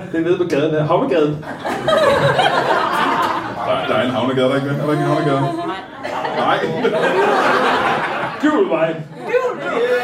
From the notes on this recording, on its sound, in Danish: LIVE fra Hanstholm Madbar.